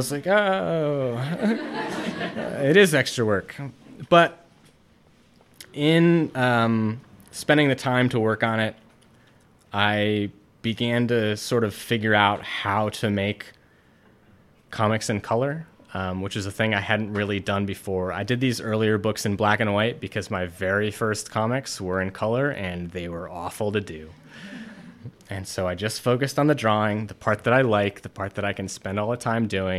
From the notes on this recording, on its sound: Artist lecture, which took place at Light Grey Art Lab this past Friday, prior to the Iceland Residency Exhibition Opening Reception.